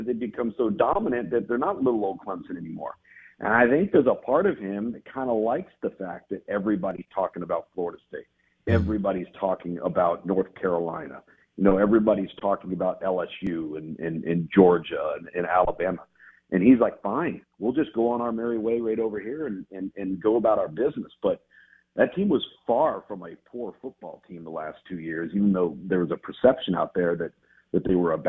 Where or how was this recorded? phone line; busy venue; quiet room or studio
phone line